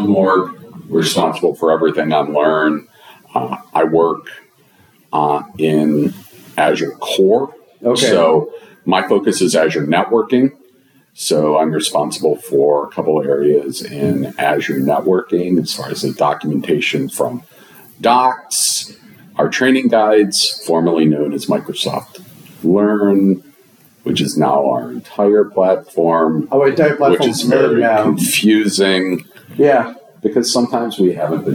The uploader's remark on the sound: Here at the PowerShell + DevOps Global Summit in Bellevue, Washington.